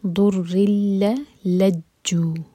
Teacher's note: یہ ہے ادغام بغیر غنہ کے، تو نون کا ساؤنڈ بالکل نہیں آئے گا. ضر لجو، پہلے لام پر شدہ ہے، سیکنڈ والے لام پر نہیں ہے.